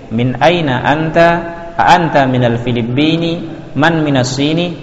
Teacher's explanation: setiap kata tanya intonasinya dinaikkan ya